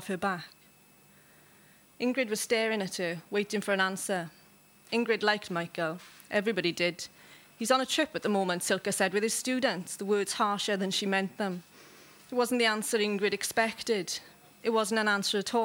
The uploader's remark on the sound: Recorded live at the Gwdihw Café Bar, Cardiff.